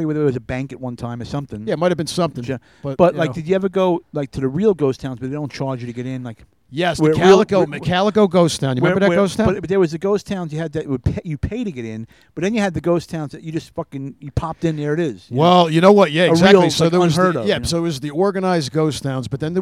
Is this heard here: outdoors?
yes